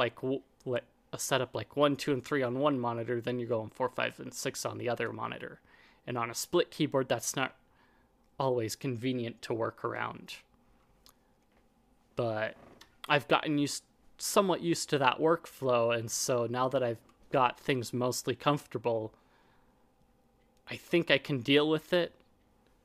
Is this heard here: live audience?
no